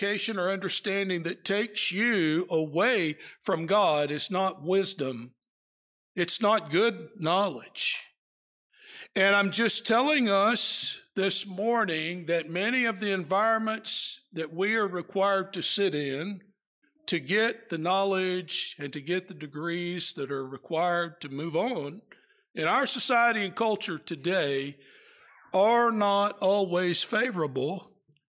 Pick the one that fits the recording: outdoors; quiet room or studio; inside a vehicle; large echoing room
large echoing room